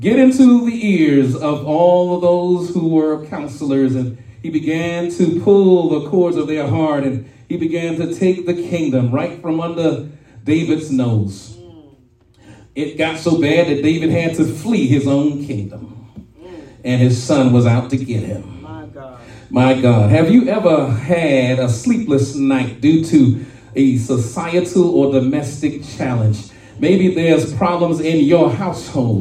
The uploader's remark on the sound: Shared this message live at RACC.